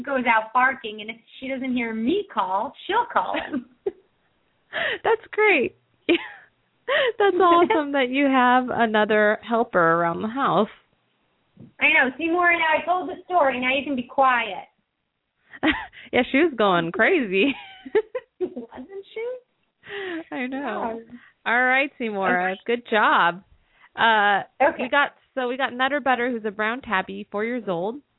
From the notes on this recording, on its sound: open up the lines for listeners to call